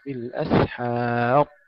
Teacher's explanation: السين أيضا ساكنة ليس فيها قلقلة وإنما فيها همس وصفير، ثم الضاء مفخمة عند غير الذين يقللون أو يميلون.